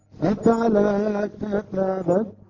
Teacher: السكون هو أحد أسباب المد يكون وقفنا على النون أصبح عندنا المد العارض للسكون